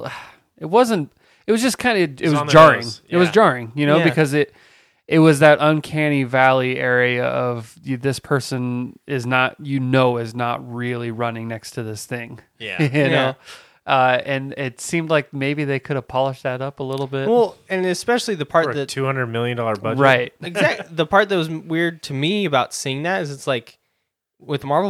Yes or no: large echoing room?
no